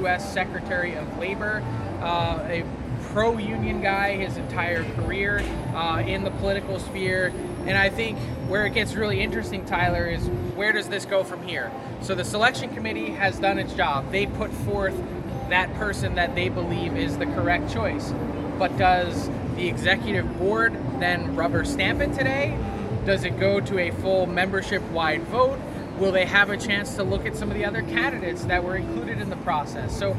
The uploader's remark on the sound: LIVE FROM NHL ALL-STAR WEEKEND. Live in Florida for NHL All-Star weekend.